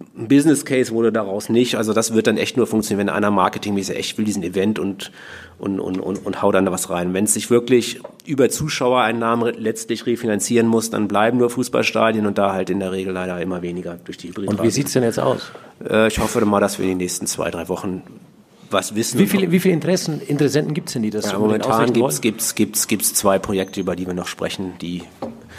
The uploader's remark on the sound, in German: LIVE von der SPOBIS20. Diesmal nach Düsseldorf - Die Eishockey Show live auf großer Bühne beim größten Sportbusiness-Kongress Europas.